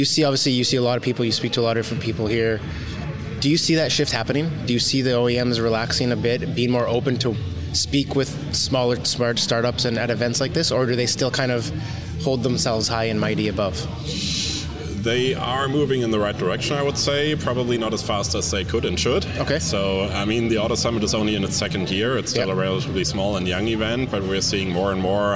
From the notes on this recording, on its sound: Recorded live from the show floor at AutoSummit 2023. At AutoSummit Hamburg!